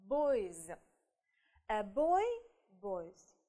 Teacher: Значит, мы просто прибавляем окончание s и получаем boys. Читаться, произноситься у нас будет звонко, потому что стоит после гласной